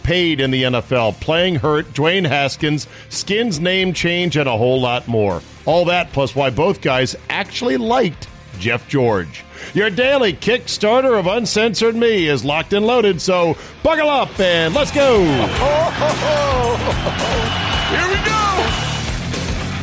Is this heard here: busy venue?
yes